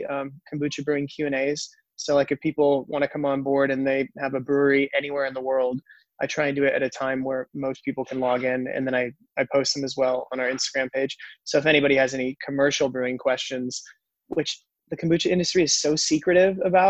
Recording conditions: video call